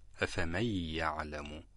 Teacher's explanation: بقيت هنا الغنة التي هي صفة النون حتى بعد الإدغام بسبب وجود مساحة لها في حال إدغام النون في الياء، وكذلك عند إدغام النون في الواو. · Term: الإدغام الناقص